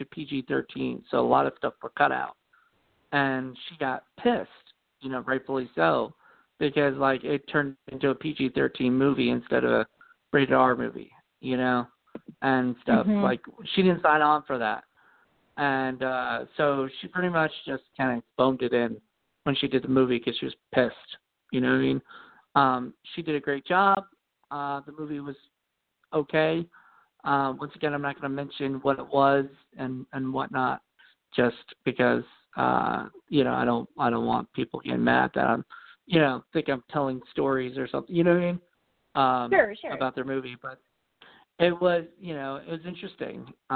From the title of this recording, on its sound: The October Call In Show